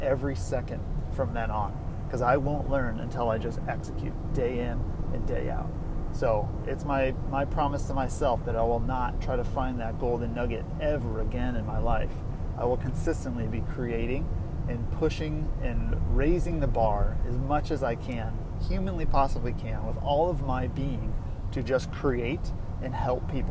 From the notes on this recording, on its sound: making a podcast in the car